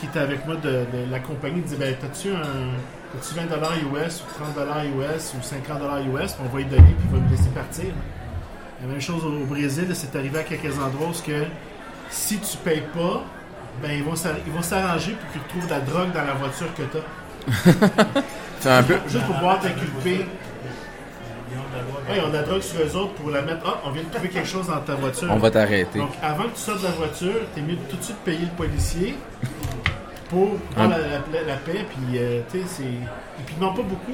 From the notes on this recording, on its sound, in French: Voici l'épisode enregistrer avec publiquenbsp; au 3 Brasseurs pour la première fois.